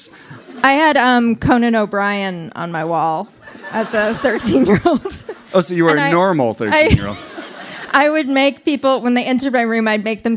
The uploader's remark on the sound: Share the tale with a live Boston public radio audience... Also all the people walking by who overhear their buttfisting references. In front of a horrified crowd.